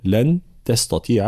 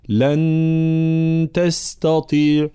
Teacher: النون الساكنة وبعد حرف تاء، لن تستطيع حكمها الإخفاء مع الغنة · Shown in: first take · الإخفاء طبعا هي حالة بين الإظهار والإدغام، فلا ندغمها، طبعا لا نقول لا تستطيع، هذا يسمى إدغام.